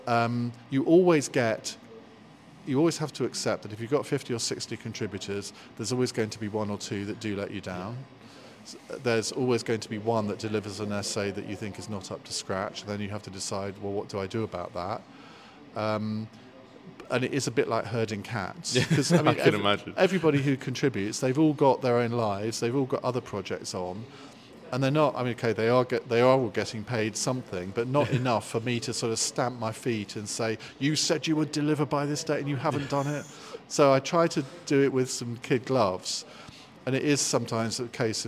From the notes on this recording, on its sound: Today we are at Gloucester History Festival